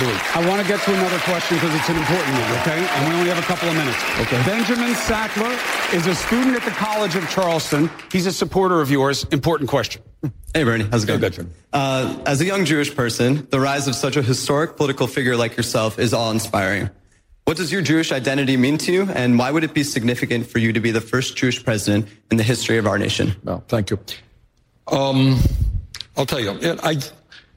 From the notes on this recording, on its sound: live town hall